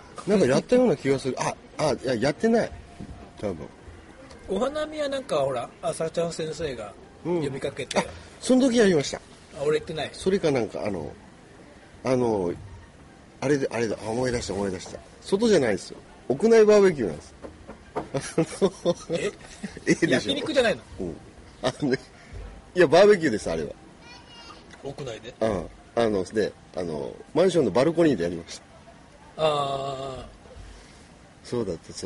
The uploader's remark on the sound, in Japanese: 熊本城の下でお花見しながら収録しました